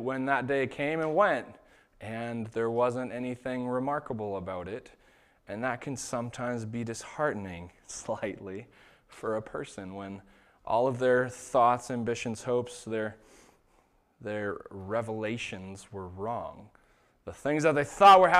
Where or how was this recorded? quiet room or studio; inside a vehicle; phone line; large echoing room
large echoing room